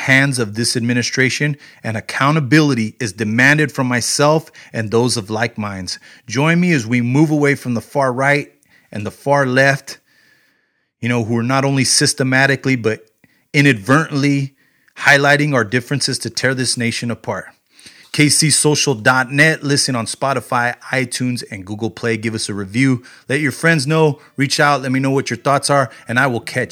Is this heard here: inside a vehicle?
no